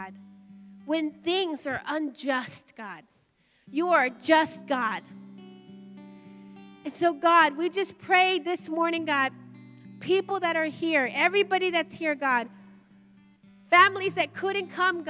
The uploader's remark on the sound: Recorded live by Media Revival TV on location from the Emerging Streams Apostolic Center.